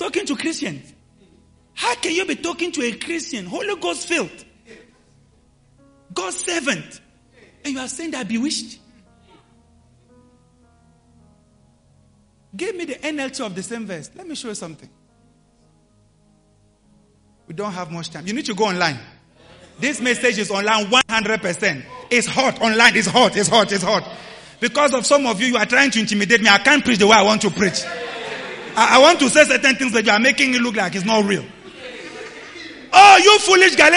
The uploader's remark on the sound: LIVE AT ABC KHALANYONI